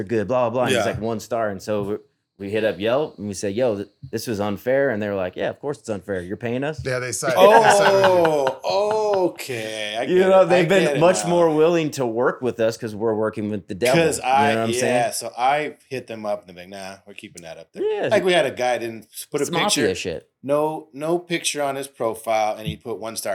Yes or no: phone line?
no